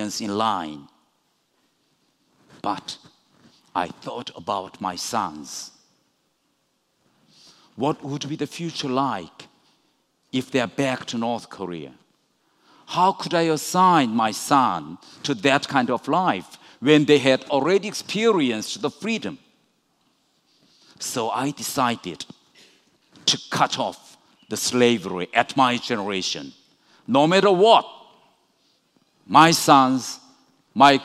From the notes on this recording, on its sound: Recorded at the 2019 Oslo Freedom Forum in New York.